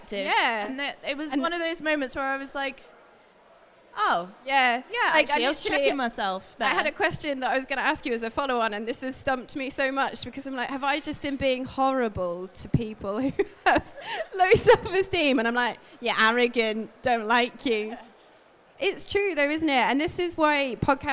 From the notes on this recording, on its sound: Today’s setting is slightly different from our previous ones, we’re sat on stage at Manchester Coffee Festival with a live audience while this is being recorded.